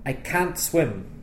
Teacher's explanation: most native speakers don't pronounce the T at the end of the negative can't